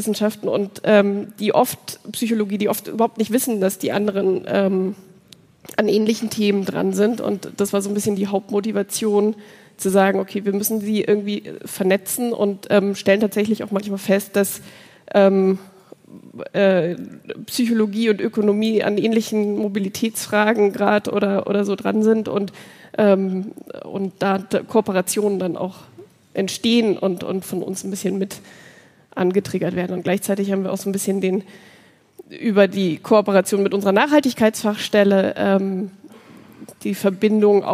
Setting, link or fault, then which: setting, live audience